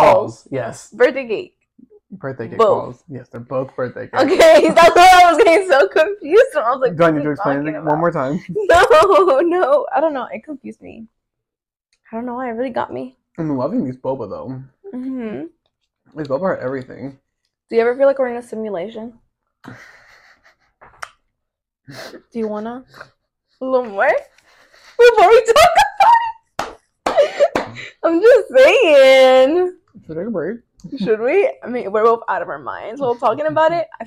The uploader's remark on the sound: Here’s the final episode of the horrible audio! Again we deeply apologize for the quality.